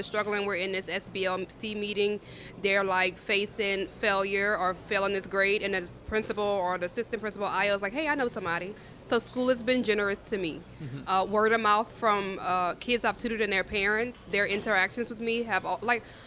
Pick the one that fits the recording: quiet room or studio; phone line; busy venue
busy venue